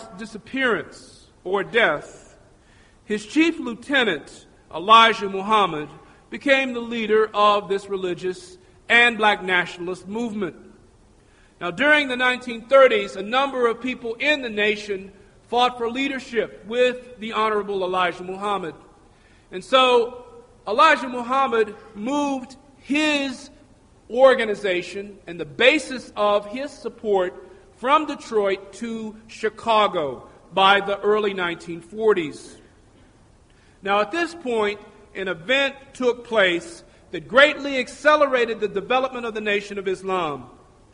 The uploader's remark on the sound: Recorded at Metro State College.